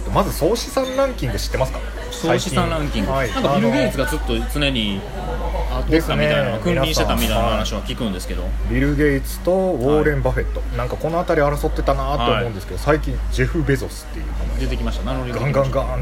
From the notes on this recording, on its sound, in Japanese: 雑音込みでお楽しみください。